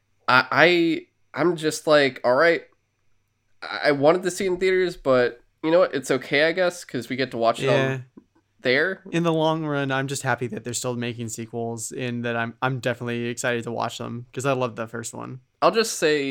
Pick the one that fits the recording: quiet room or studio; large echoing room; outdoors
quiet room or studio